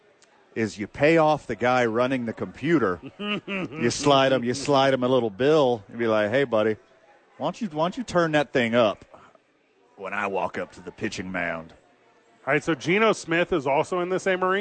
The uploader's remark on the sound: live at Sadies pregaming Super Bowl.